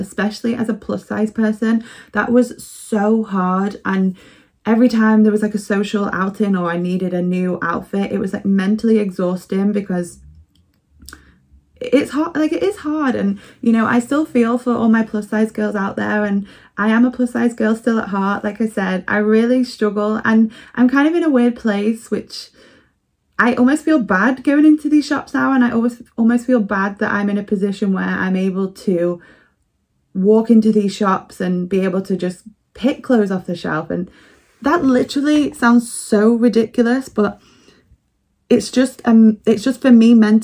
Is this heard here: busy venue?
no